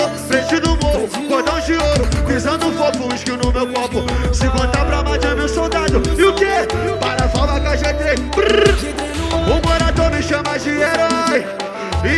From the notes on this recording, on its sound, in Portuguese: AO VIVO NO BAILE DA SUÉCIA